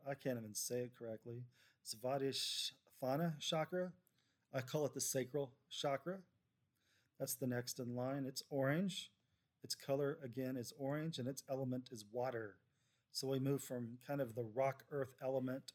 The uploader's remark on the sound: If the sound is too low, let me know.